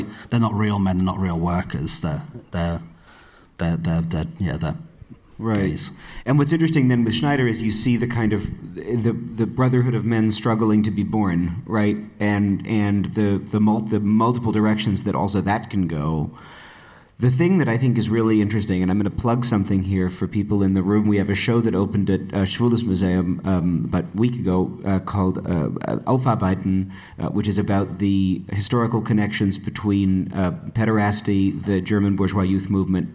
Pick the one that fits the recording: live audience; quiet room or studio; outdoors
live audience